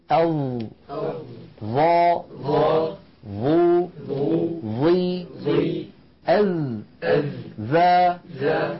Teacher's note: طرف اللسان على طرف الأسنان العليا. لا يصح أن يخرج الإنسان قسما من لسانه إلى الخارج هكذا، هذا لا تفعله العرب، وهو قبيح، قبيح في النطق وقبيح في الرؤية يعني.